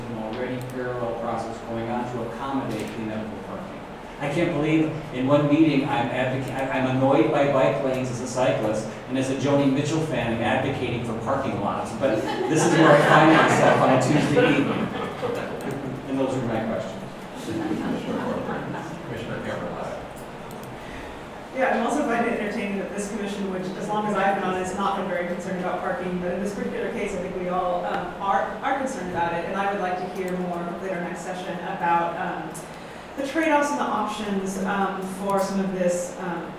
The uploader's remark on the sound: Live recording of Astoria Planning Commission Meeting, August 6, 2019